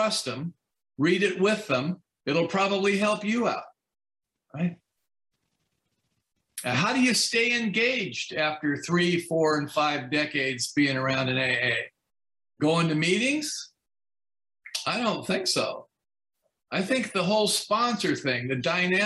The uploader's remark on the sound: From Torrance California is sharing on the topic of Step 12 at the Broken Elevator zoom meeting.